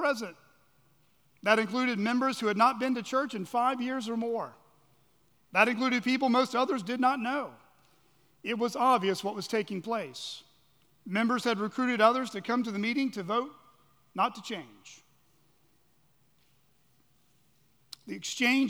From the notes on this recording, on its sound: at Chaffee Crossing Baptist Church in Barling, AR.